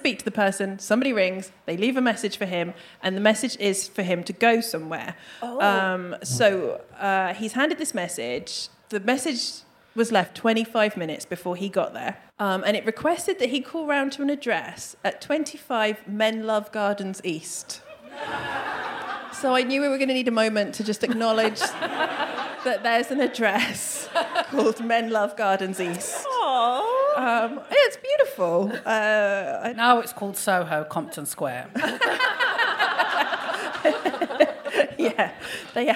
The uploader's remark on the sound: The gang are back at their London residency at 21Soho. We hear from a member of the audience.